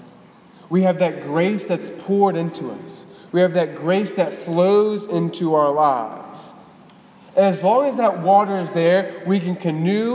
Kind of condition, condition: setting, large echoing room